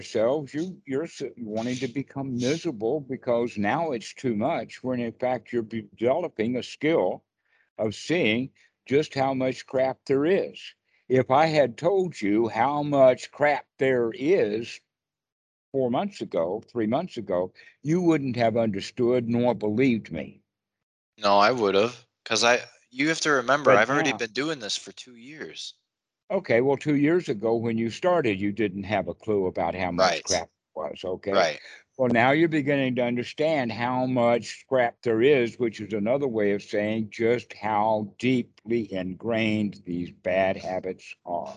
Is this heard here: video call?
yes